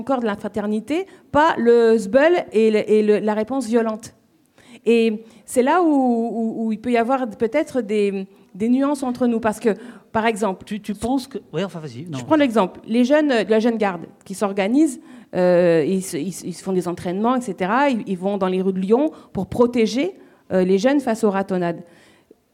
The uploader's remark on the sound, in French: AuPoste en public